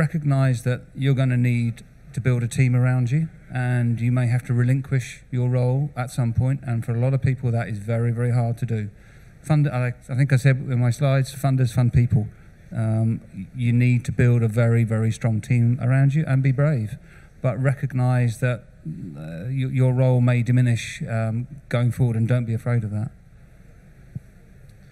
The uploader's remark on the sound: Recorded at Med-Tech Innovation Expo 2022